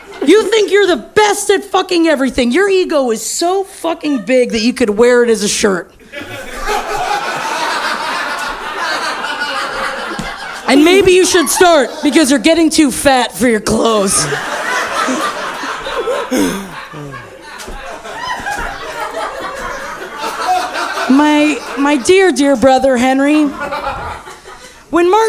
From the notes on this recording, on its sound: on this very special live episode